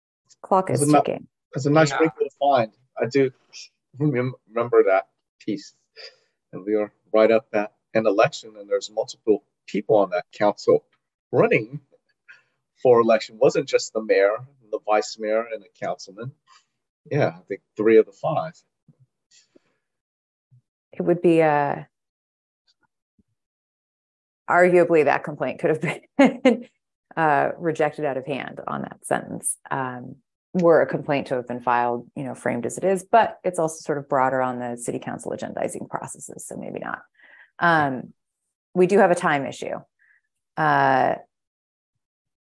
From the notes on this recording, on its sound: Open Government Commission Meeting - ZOOM.